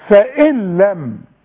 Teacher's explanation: ادغام كامل بدون غنة